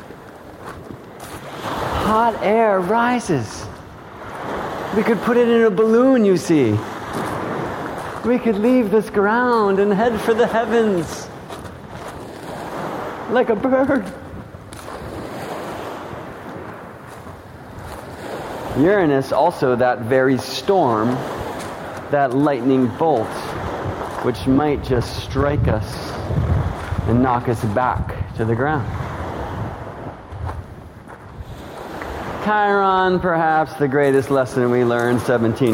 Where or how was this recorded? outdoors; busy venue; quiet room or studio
outdoors